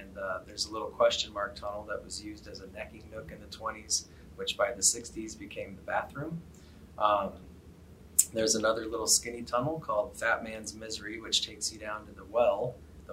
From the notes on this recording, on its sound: Lecture series at the Center for Great Plains Studies.